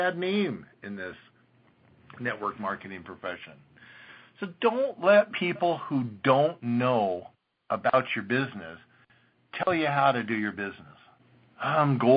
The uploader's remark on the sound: an archive of weekly conference calls